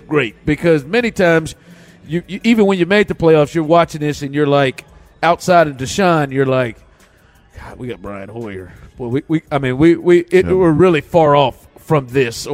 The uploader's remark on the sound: THE DRIVE LIVE from the Houston Sports Awards Red Carpet.